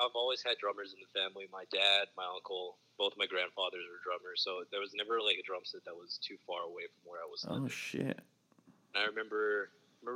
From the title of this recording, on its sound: on the Phone